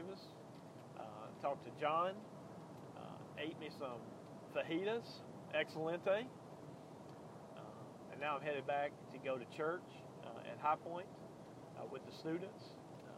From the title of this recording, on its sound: driving home from Tuscaloosa